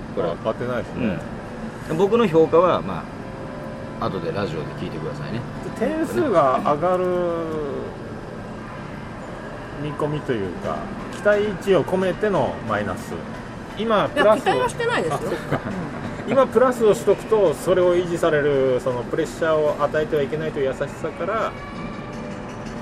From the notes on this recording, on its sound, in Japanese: 録って出しでございます。2年連続でヒルトンの高額軽食とコーヒーを楽しみついでに収録をしております。